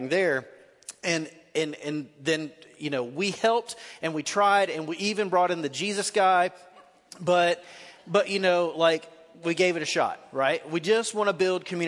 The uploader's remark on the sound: Recorded live at The Fellowship at Two Rivers on February 3, 2019.